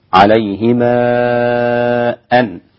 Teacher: يتعين عليك أن تتوسط في المد أربع حركات · Term: التوسط